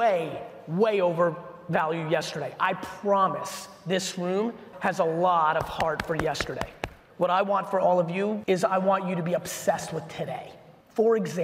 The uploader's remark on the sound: a Keynote in 5 recap from a recent keynote I gave in Houston, Texas for Sonic Automotive